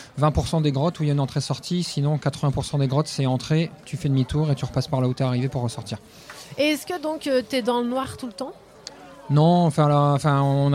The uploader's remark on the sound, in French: En direct de Bambou canoë au festival ARDÈCHE MEETING. Les Vans (07). Micro trottoir au marché des Vans “c’est quoi l’Ardèche Meeting”.